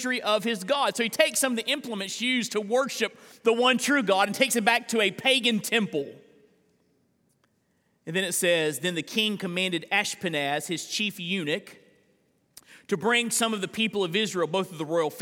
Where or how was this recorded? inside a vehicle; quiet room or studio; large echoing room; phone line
large echoing room